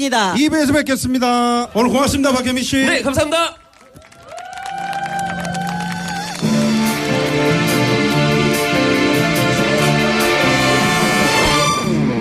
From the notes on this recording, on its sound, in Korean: 유쾌한 만남 특집 공개방송 : 유쾌한 트럭운전자 노래자랑!